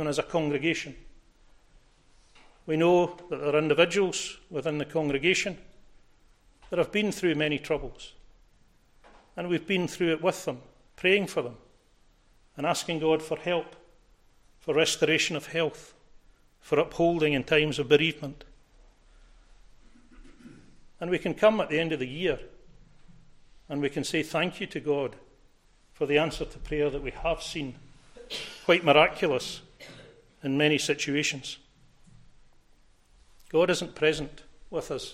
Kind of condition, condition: setting, large echoing room